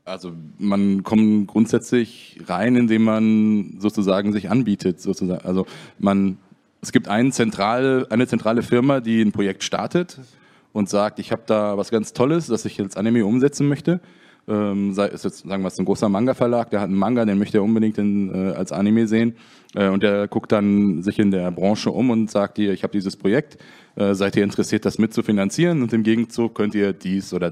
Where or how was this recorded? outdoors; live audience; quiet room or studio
live audience